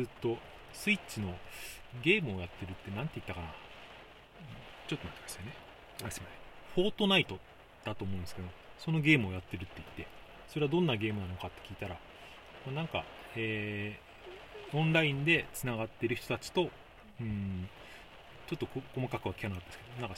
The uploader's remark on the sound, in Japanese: 車内収録のため雨の音が入っています。